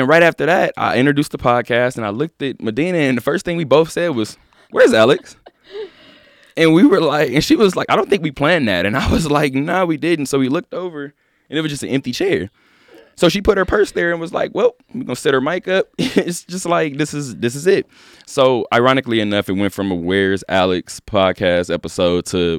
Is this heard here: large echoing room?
no